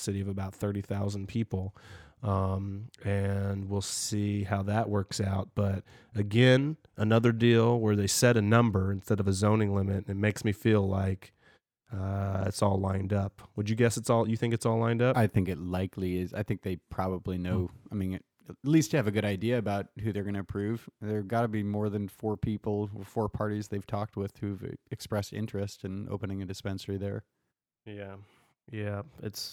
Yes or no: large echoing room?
no